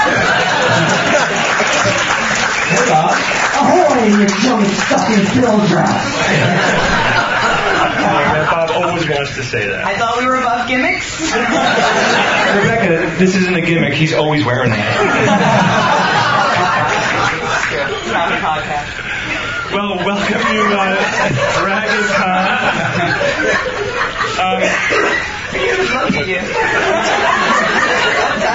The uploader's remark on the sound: Live from DragonCon 2009. Live Q&A.